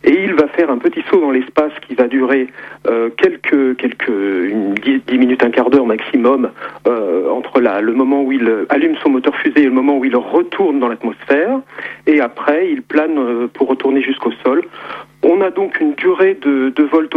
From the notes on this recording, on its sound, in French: par téléphone